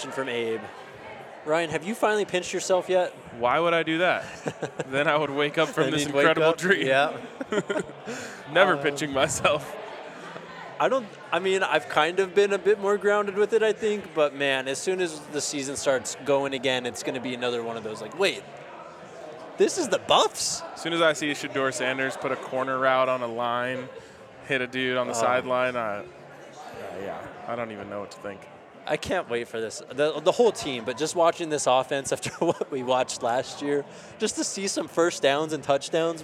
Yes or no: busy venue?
yes